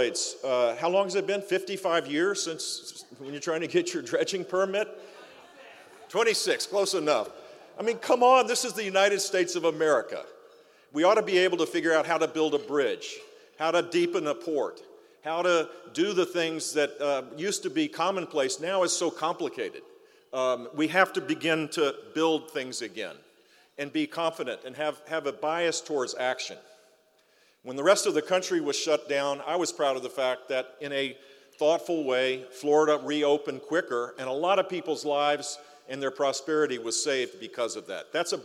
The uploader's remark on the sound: Recorded live at the Greater Fort Lauderdale Alliance, Mid-Year Meeting. Seminole Hard Rock Hotel & Casino, Hollywood, FL.